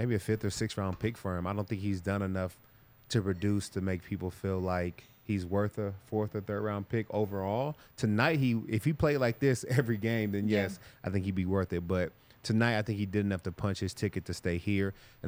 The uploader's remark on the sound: coming to you LIVE from the DNVR Bar